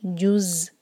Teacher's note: زا پر buzzing sound